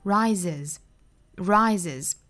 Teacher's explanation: 加上一个 s 的发音之后应该加一个小元音 a, rises,再加尾部的 z 的发音